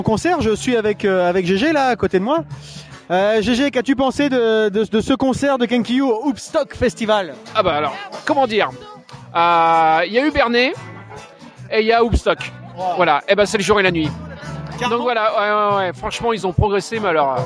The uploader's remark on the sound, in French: Nous étions à Houppeville pour la 2ème édition du festival Houppstock